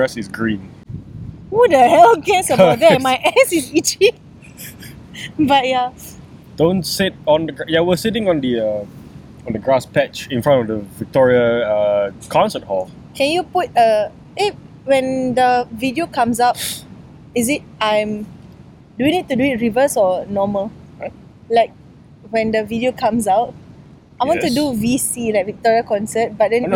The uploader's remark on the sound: Live from the grass in front of Singapore's Victoria Theatre and Concert Hall